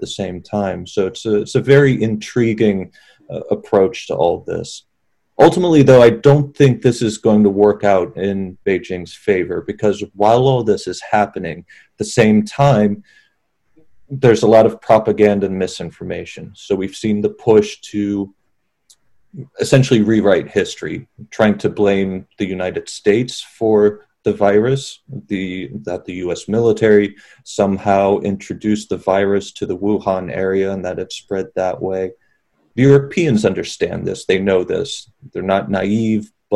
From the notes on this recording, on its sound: hosted a virtual panel